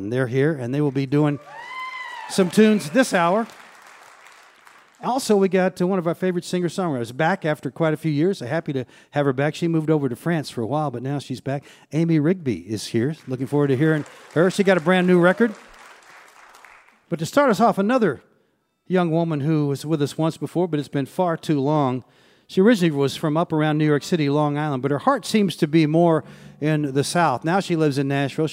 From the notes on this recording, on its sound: Recorded at the Culture Center Theater in Charleston, WV.